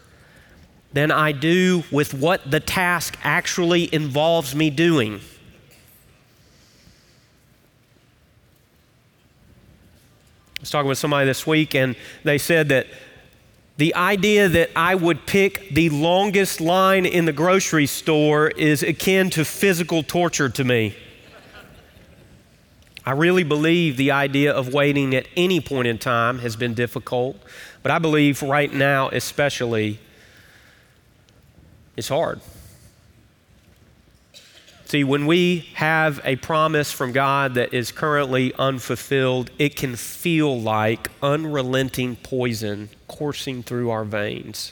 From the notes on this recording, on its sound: Recorded live at Brookwood Church.